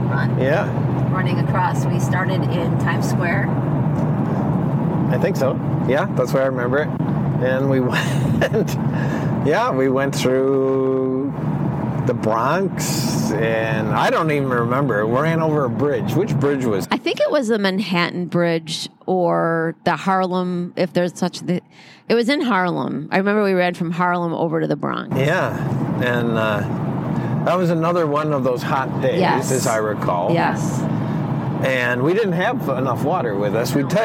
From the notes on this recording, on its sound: We did the interview while on a long car ride. He had a lapel mic on which picked up some of the road noise.